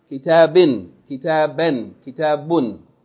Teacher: Pronounce the vowel, fatha, kasra, or dhamma, with an N sound, the sound of noon. · Term: tanween